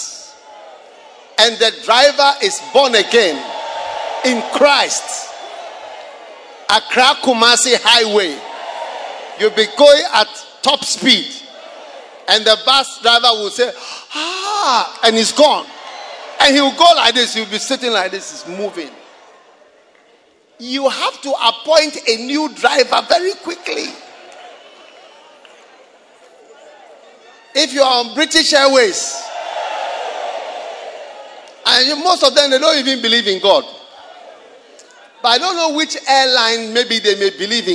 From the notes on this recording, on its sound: Preached at the Resurrection Sunday Service, First Love Church, Accra.